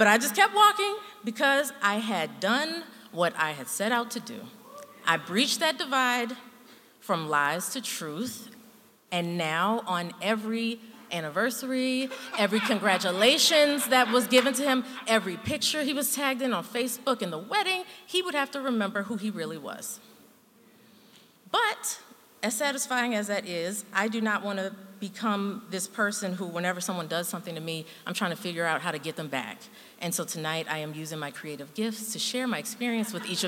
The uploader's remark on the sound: true stories told live on the Story District stage